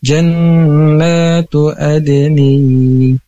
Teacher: Baik, untuk yang istiqomah izin kami koreksi, yang apa namanya mad tobi'i atau mad badal yang terlewatkan, jannatu adni. Nah, itu harusnya dipanjangkan dua harokat karena ada patah berdiri, atau sebutnya juga mad badal, jannatu adni.